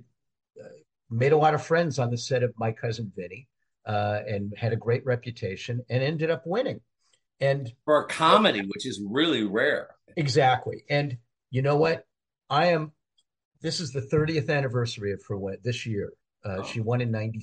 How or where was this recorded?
video call